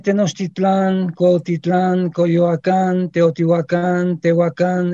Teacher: La pronunciación de Tenochtitlán, Cuautitlán, Coyoacán, Teotihuacán, Tehuacán, etc., con el acento en la última sílaba